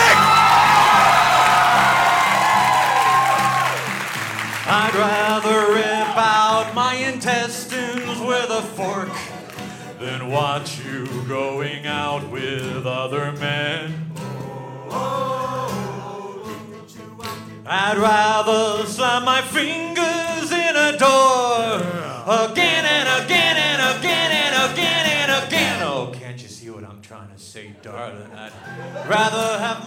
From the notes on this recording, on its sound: At Largo in Los Angeles.